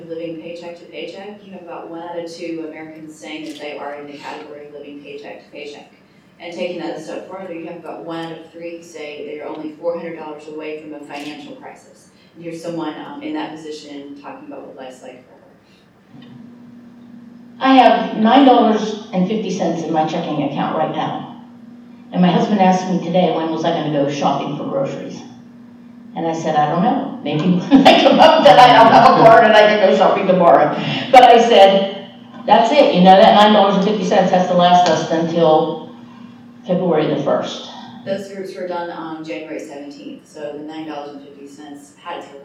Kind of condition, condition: setting, live audience